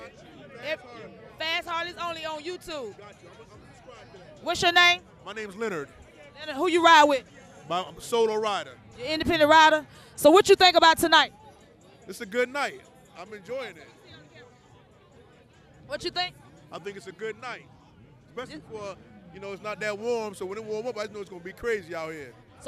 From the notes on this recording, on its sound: went live at a local bike nite and this is just some of the audio we brought back to you